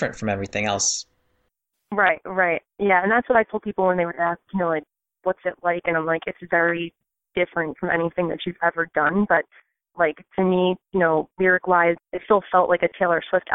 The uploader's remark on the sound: A number of our devoted and ruthless listeners took a short break from their jam sessions to hang out with us on our live call-in on Sunday!